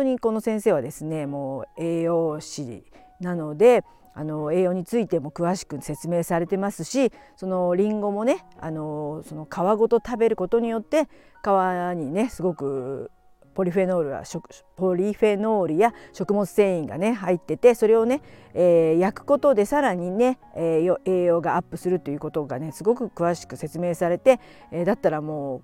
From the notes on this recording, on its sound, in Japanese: 京都で、歩きながらおしゃべりして最高。